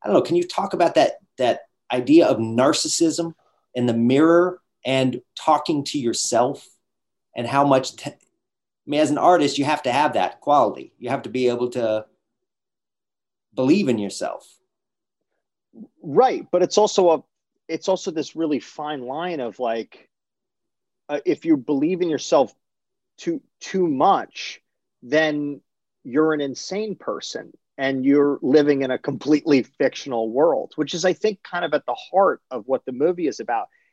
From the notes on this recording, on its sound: in a spoiler-filled virtual Q&A